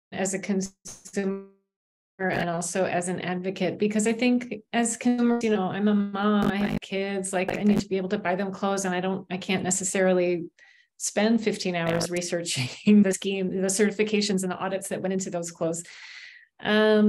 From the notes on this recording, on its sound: Recording from online webinar